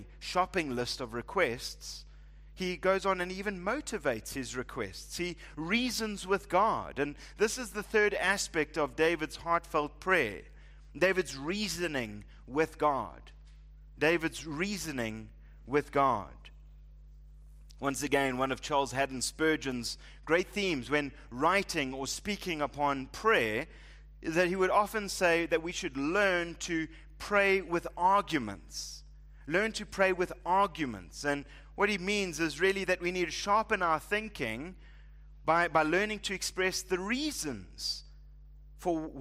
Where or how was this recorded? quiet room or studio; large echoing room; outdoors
large echoing room